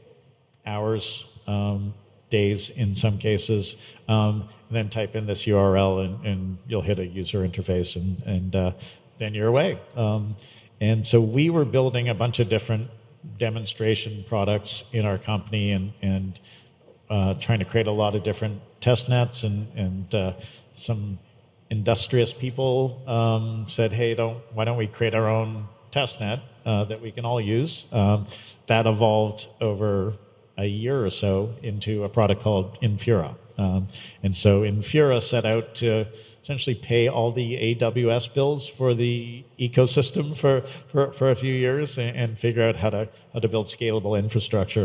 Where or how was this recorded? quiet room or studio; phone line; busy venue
busy venue